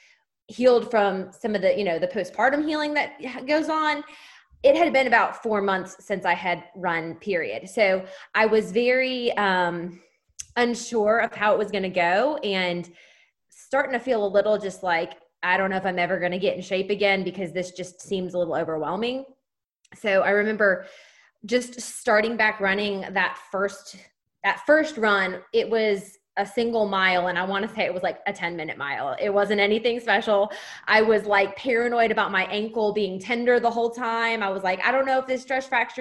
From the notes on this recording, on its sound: on a Zoom call with us